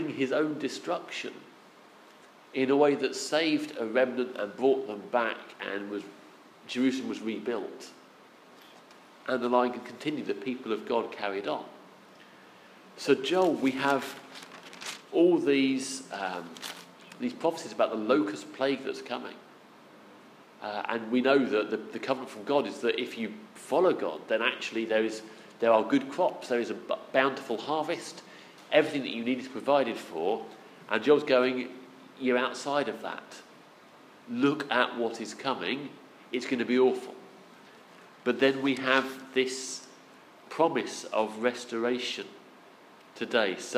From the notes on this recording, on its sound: Our sermon from the 11am service on Sunday 23rd October 2016